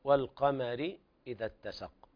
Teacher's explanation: والقمر الميم رقاقة ليست مفخمة